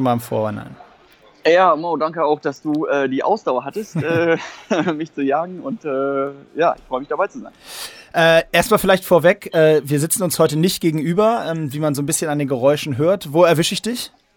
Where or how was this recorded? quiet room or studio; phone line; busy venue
busy venue